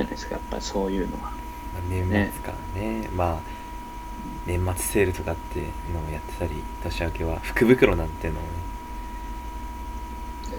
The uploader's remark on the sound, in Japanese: 雑音にご注意ください。